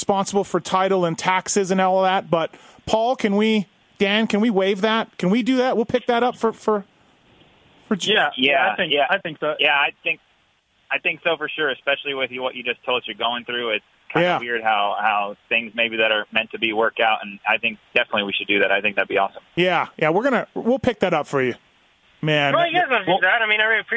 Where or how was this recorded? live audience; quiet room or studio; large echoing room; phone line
phone line